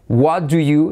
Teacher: What do you se convierte en waru, porque la D es una semiclave, se convierte en R suave.